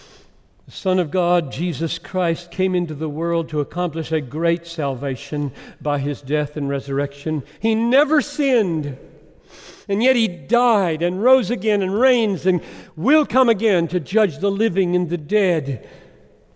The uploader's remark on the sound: Preached this message at Bethlehem College &amp; Seminary in Minneapolis. Preached this message at Bethlehem College & Seminary in Minneapolis.